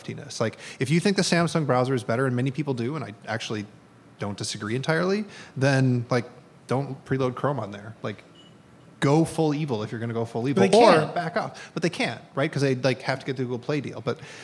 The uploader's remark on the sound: This week, The Vergecast is down in Austin, Texas for South by Southwest 2018 in front of a live audience.